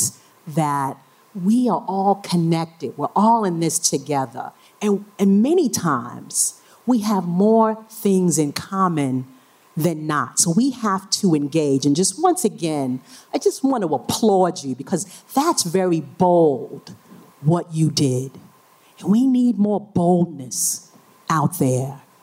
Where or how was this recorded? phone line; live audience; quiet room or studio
live audience